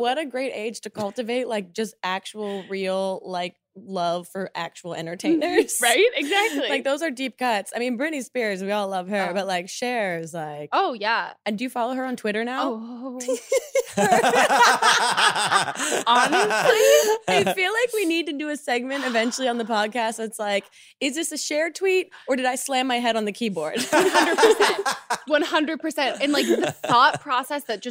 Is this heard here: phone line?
no